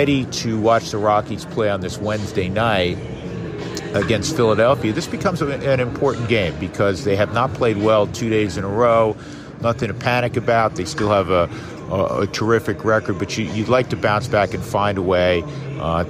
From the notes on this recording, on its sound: Recording this week from the booth at Citizens Bank Park in Philadelphia